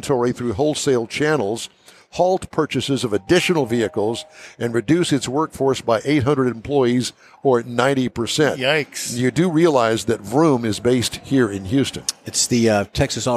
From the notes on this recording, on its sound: We bring you the excitement from the 41st annual Houston Autoboative Show.